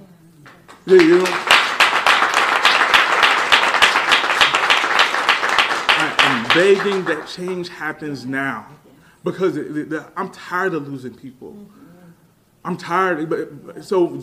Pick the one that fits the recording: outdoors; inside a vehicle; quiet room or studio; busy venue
busy venue